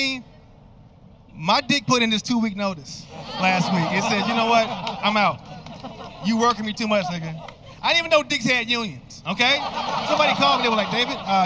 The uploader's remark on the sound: taped during a pandemic at the historic Rose Bowl in Pasadena